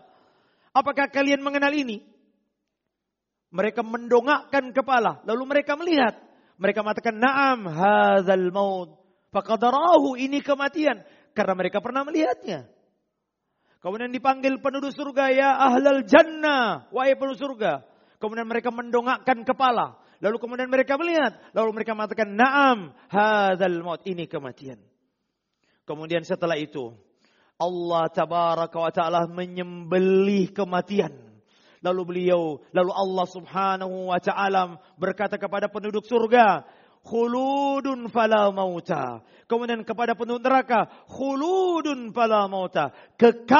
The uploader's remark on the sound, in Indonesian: Rekaman Audio Khutbah Jum'at